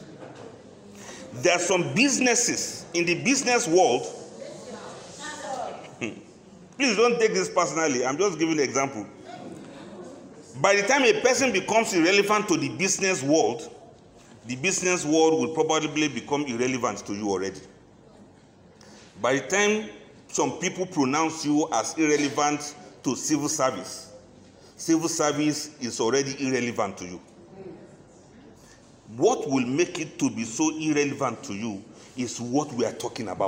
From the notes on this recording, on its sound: This lecture was presented at a workshop organized by the Abuja Enterprise Agency (AEA), Abuja on 8 February 2022. The workshop was organized as pre-retirement training for civil servants and senior citizens.